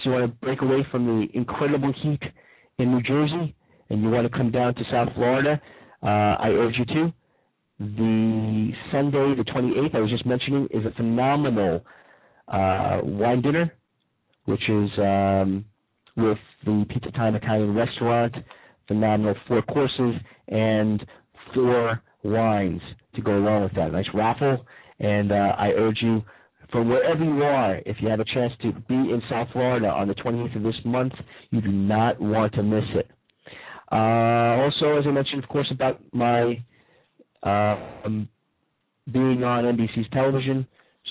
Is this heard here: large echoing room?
no